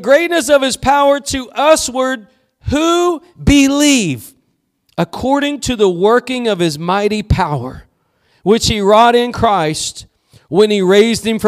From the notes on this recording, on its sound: Preached at Gospel Lighthouse in Bossier City, La.